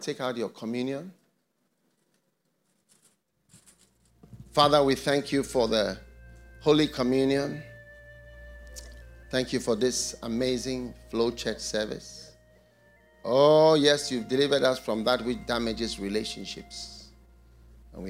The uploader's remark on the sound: Preached at the FLOW Church Service.